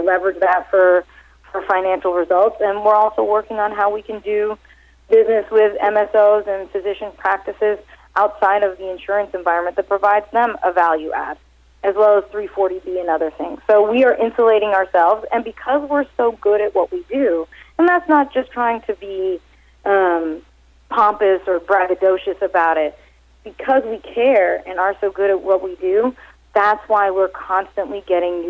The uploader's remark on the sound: called in to SmallCapVoice.